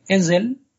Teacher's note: escrito con Z pero pronunciado con S sonora